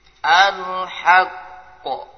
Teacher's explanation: Derajat yang pertama jadi berhenti sebentar baru timbul qalqalah. Jadi tidak boleh al-haqq, tidak boleh.